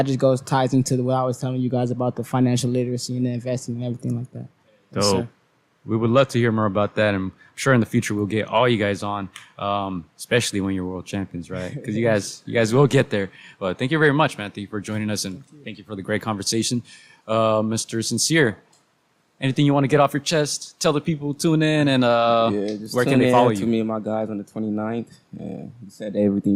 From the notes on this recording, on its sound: Live from the Jackrabbit boxing academy